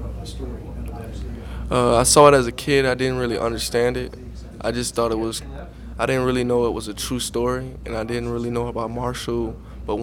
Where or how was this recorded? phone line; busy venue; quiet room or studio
busy venue